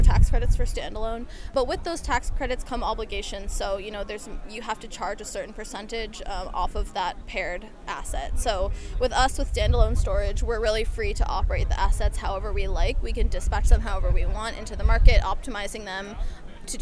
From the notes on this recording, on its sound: It’s a Green Insider Road Trip as we’re live at the gorgeous Lost Pines Resort in Bastrop, Texas, just a stone’s throw south of Austin for the first North American Energy Markets Association Conference in two years.